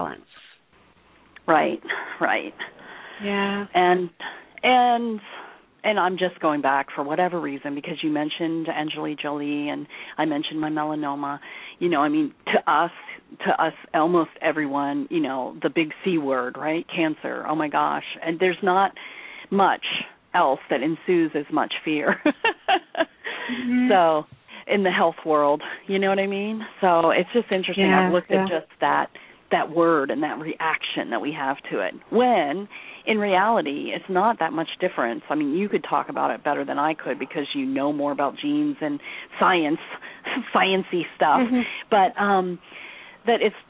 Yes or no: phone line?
yes